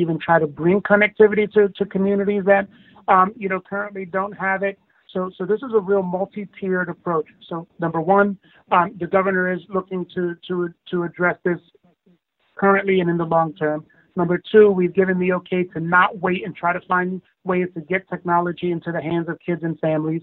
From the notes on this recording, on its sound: conference call